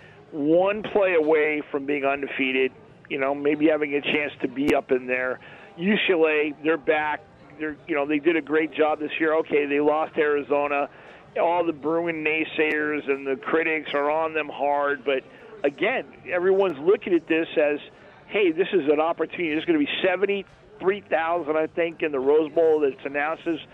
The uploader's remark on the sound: "Live" from Steiner's Pub in Las Vegas